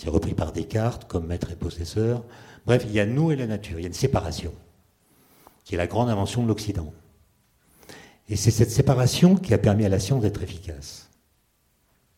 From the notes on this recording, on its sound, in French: lors d'une conférence inédite